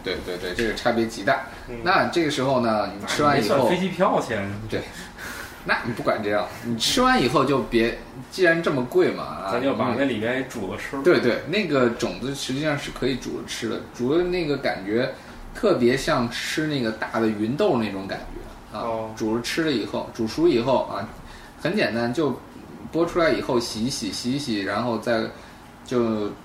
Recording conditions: background noise